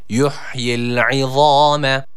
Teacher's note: Za harfi kalın bir harftir. Üstün bir hareke almış. Dolayısıyla yine A sesiyle okumamız gerekiyor.